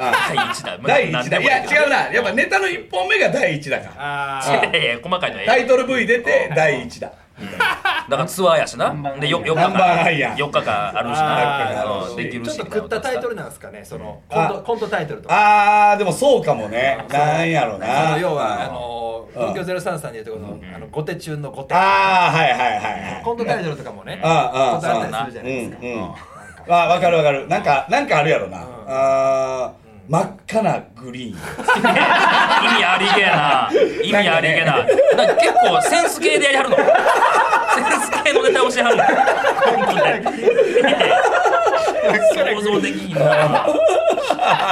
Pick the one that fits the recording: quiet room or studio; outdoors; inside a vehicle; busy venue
busy venue